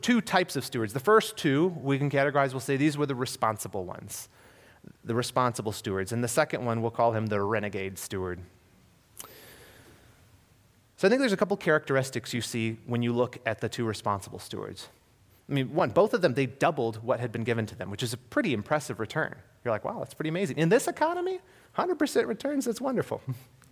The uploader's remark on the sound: This was a sermon I recently delivered at Harvest Bible Church Detroit. This was a sermon I recently delivered at Harvest Bible Church Detroit.